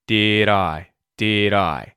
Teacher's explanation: The D at the end of the word did turns into a T flap because I starts with a vowel sound and comes after did.